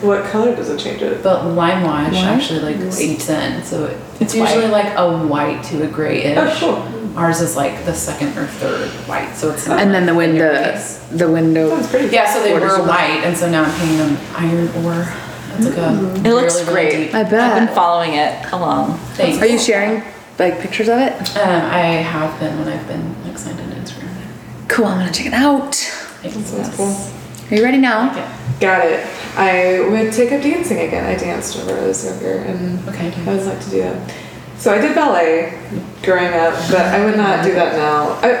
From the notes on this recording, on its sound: A recording done in real time during our retreat in Austin this month. Our attendees (FRIENDS) got to ask us burning questions.